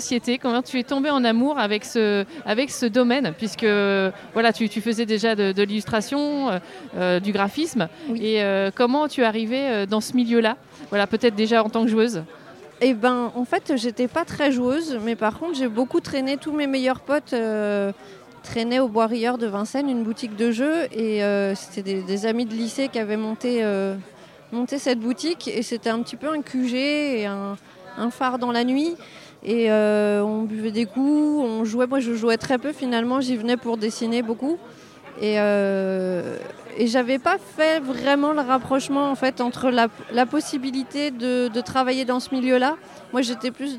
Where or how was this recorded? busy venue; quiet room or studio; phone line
busy venue